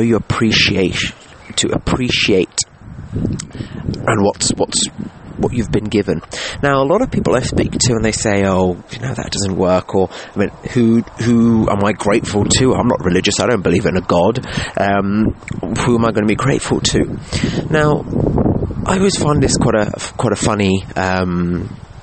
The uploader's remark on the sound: Apologies if you hear some disturbances, I recorded today's episode on my phone in the garden as the weather was just too perfect not.